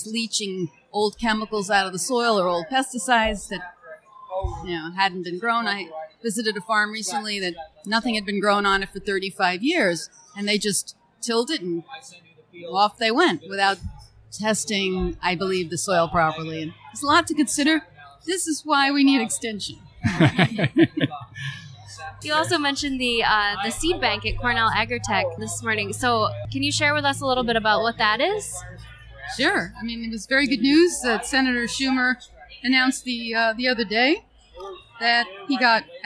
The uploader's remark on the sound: Recorded at Empire Farm Days.